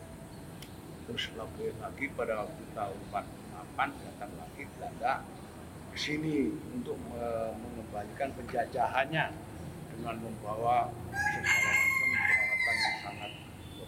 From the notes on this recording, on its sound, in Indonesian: Wawancara di Museum gedung juang bekasi tahun 2016. (Mohon Maaf Gunakan Headset) Suara kurang jelas.